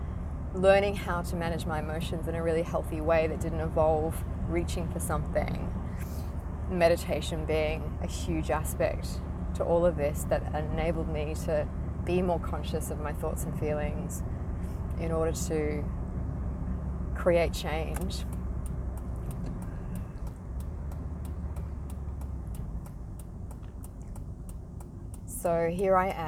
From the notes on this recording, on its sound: recorded in my car, hardly perfect